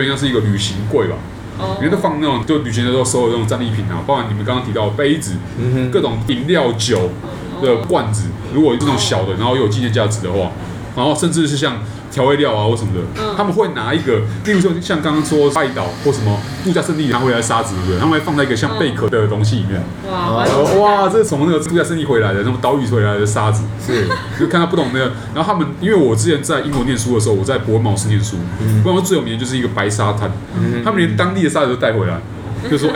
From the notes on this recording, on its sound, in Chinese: 本集白噪音指數：蚊風級 1/5。錄音地點： Wine Café。